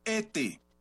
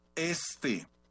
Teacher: Aspiración o pérdida del fonema S en posición implosiva, es decir, al final de sílaba o de palabra · Shown in: first take